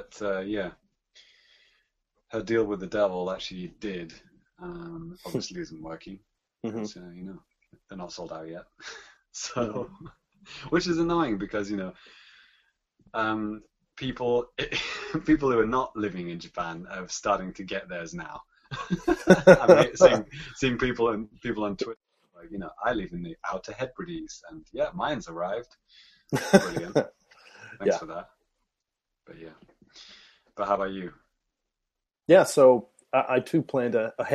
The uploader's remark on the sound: Recorded live via Google Hang Outs On Air. Direct interactions during the broadcast!